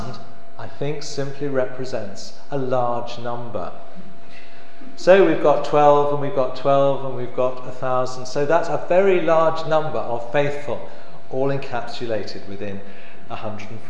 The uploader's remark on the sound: The annual Friends of St James lecture from September 2014